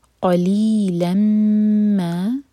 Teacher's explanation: قاف کو حلق سے اور منہ بھر کر پڑھنا ہے. قلیلی مد تبعی ہے، لام کسرہ کے بعد یہ آ رہی ہے، اس کے بعد لام پر فتح کی تنوین ہے اور وہ سلائڈنگ ہے، اور اس کے بعد ہے میم.